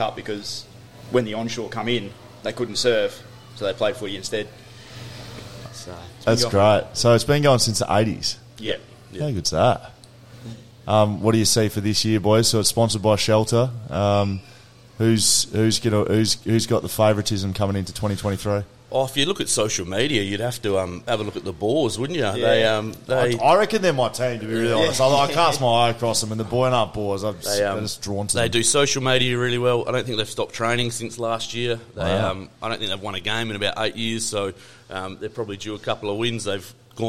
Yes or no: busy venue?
yes